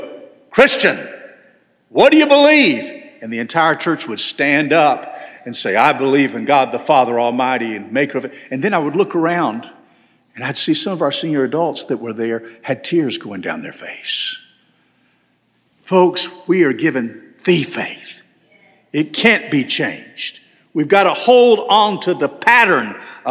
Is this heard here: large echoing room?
yes